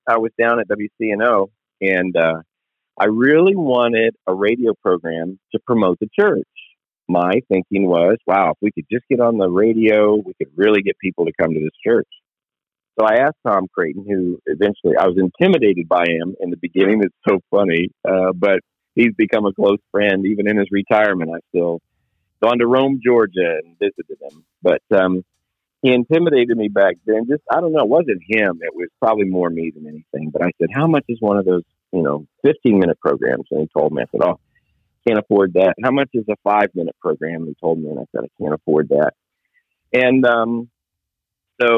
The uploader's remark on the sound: Location: The Millennium Beat, LLC Office (Phone).